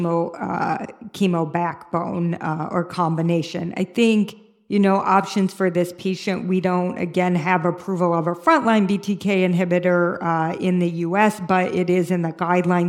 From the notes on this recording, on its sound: a symposium recorded during the 2023 ICML conference in Lugano